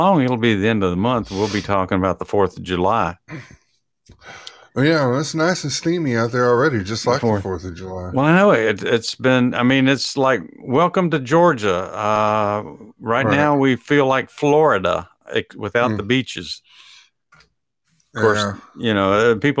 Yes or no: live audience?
no